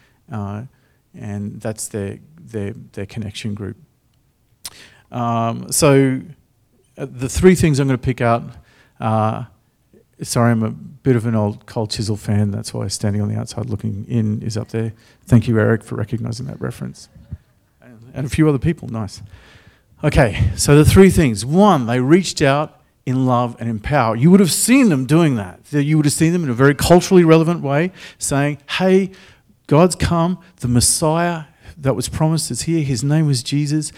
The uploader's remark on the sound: The live stream of Destiny Church Atherton.